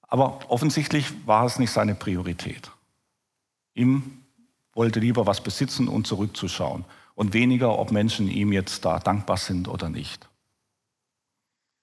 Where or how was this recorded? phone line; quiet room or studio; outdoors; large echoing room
large echoing room